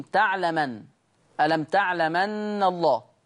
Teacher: بينقل ورش الهمزة للميم